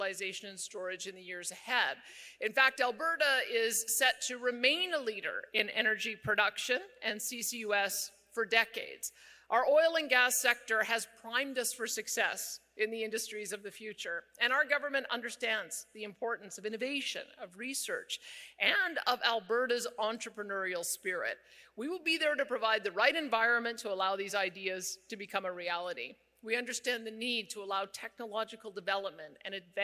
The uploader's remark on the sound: delivered a keynote address at the Carbon Capture Canada Conference in Edmonton